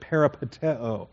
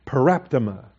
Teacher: you take that A out of in between the P and the T · Shown in: second take